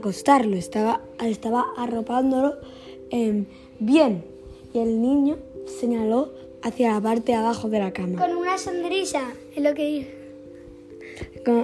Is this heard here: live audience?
no